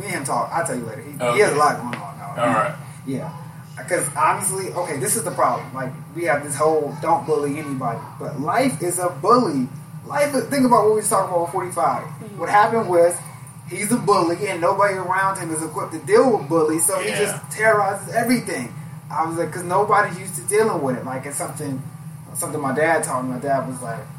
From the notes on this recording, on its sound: We had the boys around and the new location may have caused some sound issues.